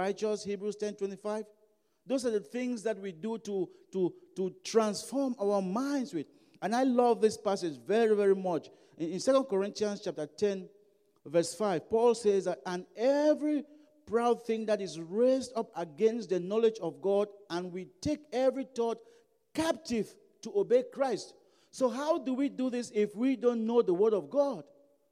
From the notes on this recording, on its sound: during African Worship at Broadway Baptist Church, Lexington, Kentucky